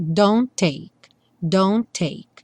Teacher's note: entre o don't e o take, só um T aparece